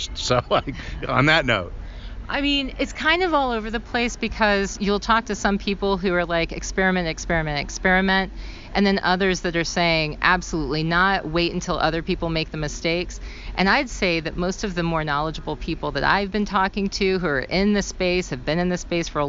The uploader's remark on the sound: At ASAE's 2023 Annual Meeting in Atlanta.